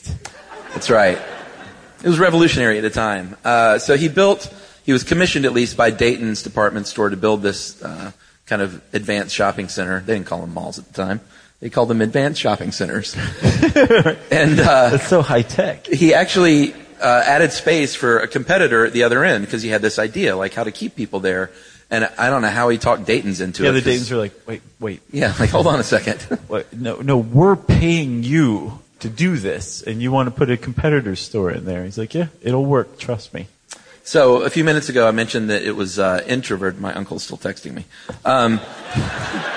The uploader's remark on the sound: Live from San Francisco. In this show recorded live on January 5, 2017 at San Francisco’s Castro Theatre.